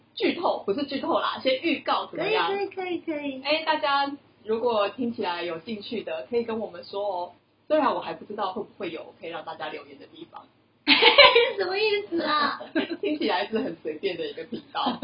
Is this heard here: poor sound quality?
yes